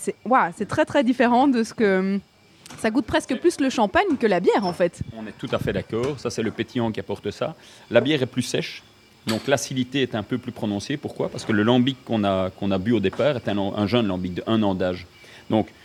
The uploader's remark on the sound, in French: en direct de la brasserie Cantillon à Anderlecht